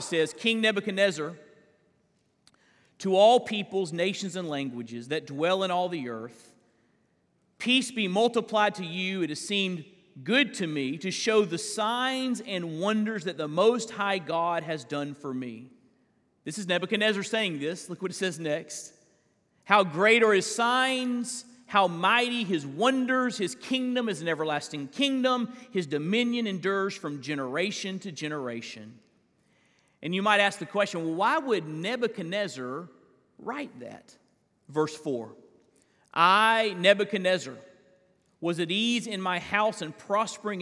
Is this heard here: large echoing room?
yes